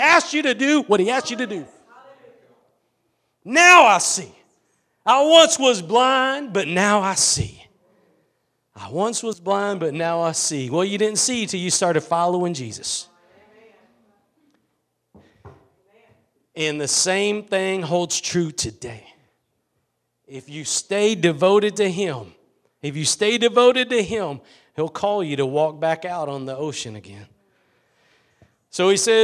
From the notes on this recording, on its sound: Preached at Gospel Lighthouse in Bossier City, La.